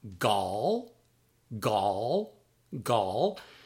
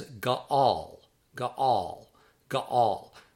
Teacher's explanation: It's also possible to pronounce that as gaal, gaal, gaal. It has two syllables, but when it's read rapidly, it sounds simply like gall.